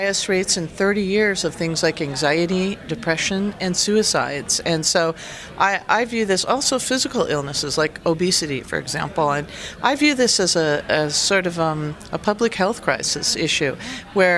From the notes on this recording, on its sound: live from TEX LA.